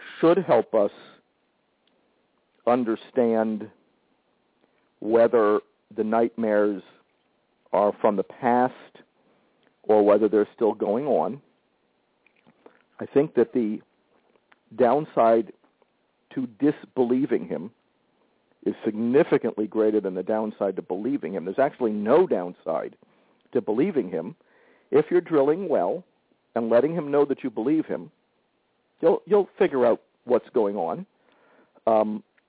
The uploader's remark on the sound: We hear from two live callers who are trying the model, as well as a parent who is at the end of her rope with daughter’s challenging behavior.